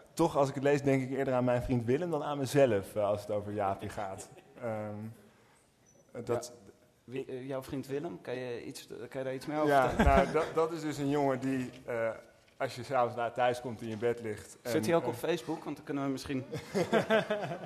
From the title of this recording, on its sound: Literaturfest Live III